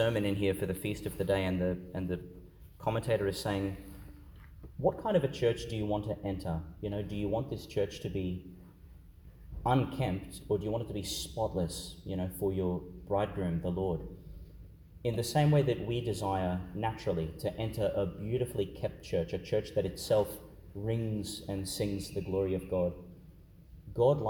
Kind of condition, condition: setting, large echoing room